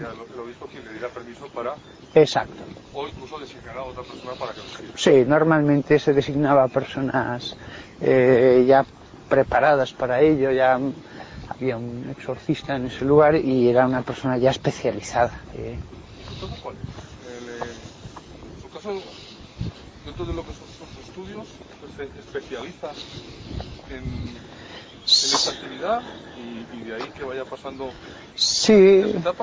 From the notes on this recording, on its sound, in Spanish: Entrevista durante un paseo por el campo por parte de un periodista de El Periodico.